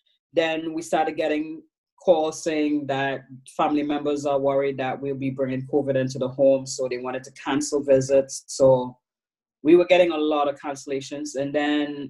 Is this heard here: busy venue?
no